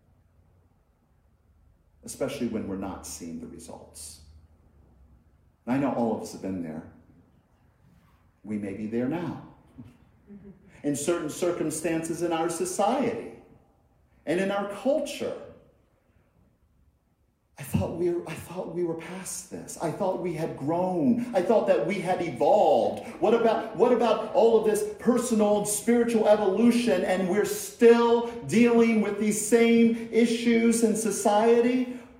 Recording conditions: large echoing room